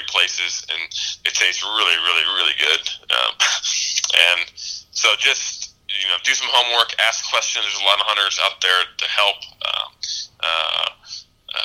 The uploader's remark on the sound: Hopped on the phone with us to talk Muleys!